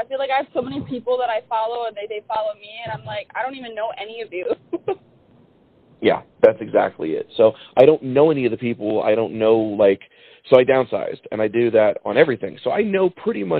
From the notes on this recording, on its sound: we finally got a chance to get a phone conversation